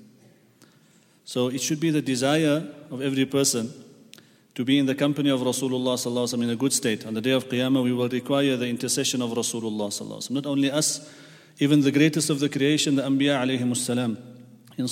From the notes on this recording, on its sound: at the Houghton Masjid (West Street)